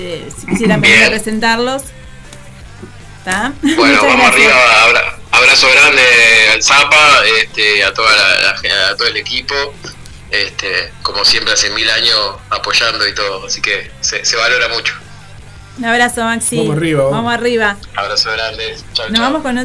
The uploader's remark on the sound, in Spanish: Nos comunicamos Por teléfono